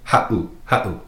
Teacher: little glottal stop, that pause